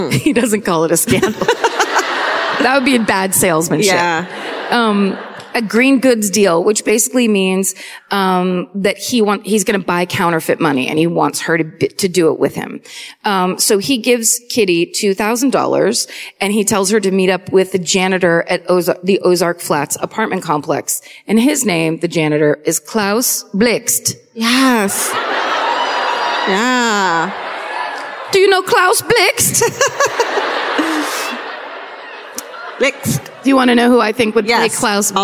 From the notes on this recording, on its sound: Live at the Northrop Auditorium in Minneapolis (2019).